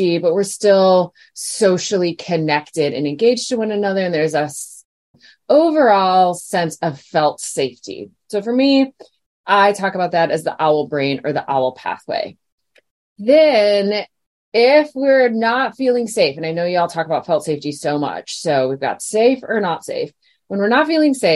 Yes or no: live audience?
no